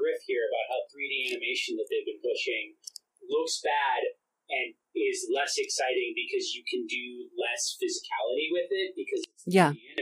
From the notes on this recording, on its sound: Unfortunately, the process of setting this up the first time lead to some bad audio issues, which we will have straightened out by our next one.